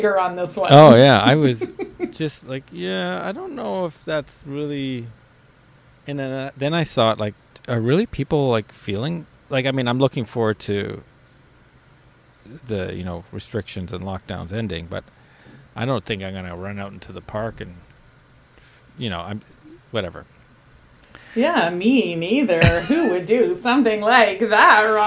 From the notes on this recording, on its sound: takes this one outside with the birds in the backyard and so chirping can be heard